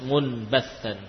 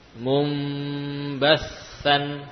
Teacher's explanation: namun diganti dengan mim dan dipanjangkan gunnahnya · Shown in: second take · Contohnya kalimat mun bassan, mun bassan akan sulit kalau kita tetap membaca nun dengan jelas, mun bassan, ya, sulit. · Term: iqlab